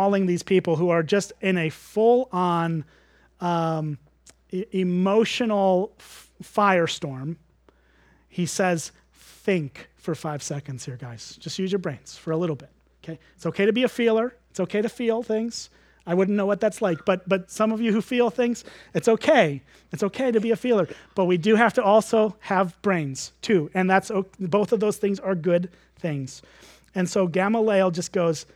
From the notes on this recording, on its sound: at Springbrook Church in Antigo, WI.